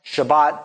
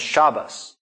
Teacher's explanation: what would be like a tav or a T sound on the end of a word gets turned into an S sound at the end of a word · Shown in: second take · So that's Shabbat becomes Shabbos.